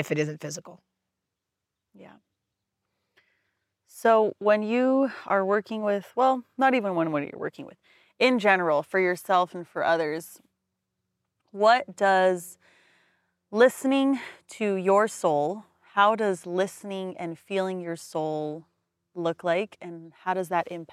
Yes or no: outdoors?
yes